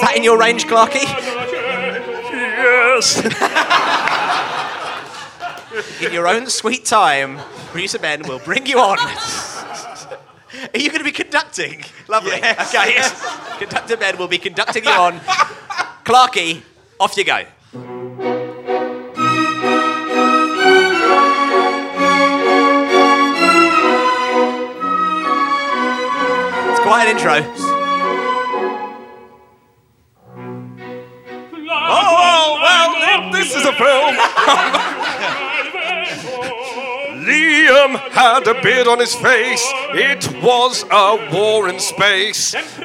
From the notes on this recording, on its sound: A very fun, very ramshackle episode recorded at the Laugh Out London comedy festival. It is so jam-packed that at one point the recording device breaks down.